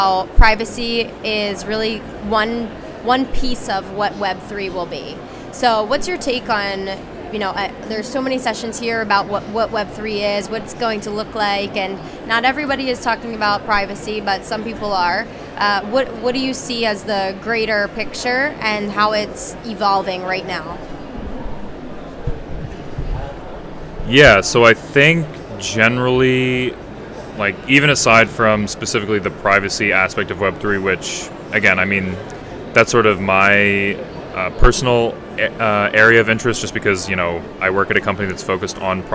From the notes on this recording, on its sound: LIVE ON THE SHOWFLOOR at VIVA TECH 2022. Unfortunately, this conversation was cut short.